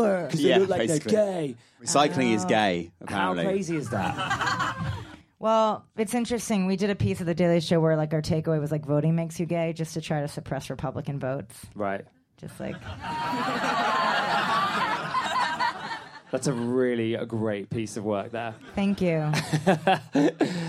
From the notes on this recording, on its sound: Live from the Edinburgh Fringe Festival 2019